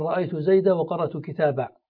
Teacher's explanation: الجمهور يقلبون التنوين تنوين النصب إلى ألف